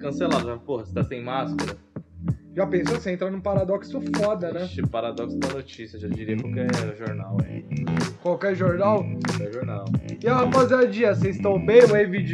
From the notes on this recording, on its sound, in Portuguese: O ÁUDIO FICOU UMA MERDA MAS ESCUTA MESMO ASSIM.